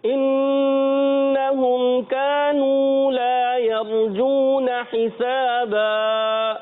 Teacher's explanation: کانو میں واو مدہ کو کم کھینچا ہے پورا کھینچنا ہے